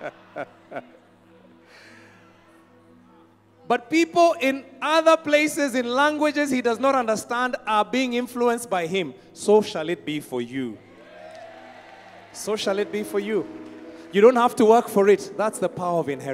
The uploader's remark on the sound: Preached at Worship Harvest Camp, Kampala